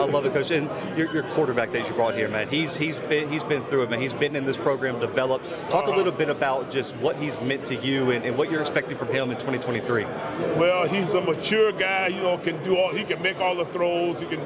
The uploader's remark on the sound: live from MEAC Media Day in Norfolk, Virginia